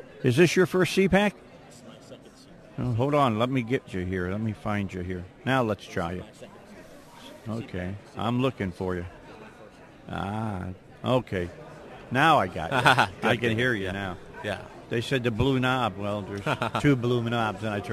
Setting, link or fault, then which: setting, busy venue